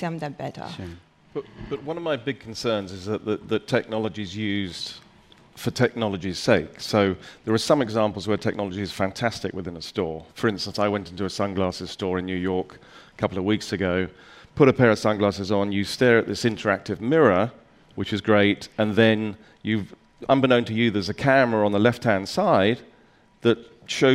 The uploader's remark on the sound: A panel of retail space experts gathered on stage at #BoFVOICES in December 2016.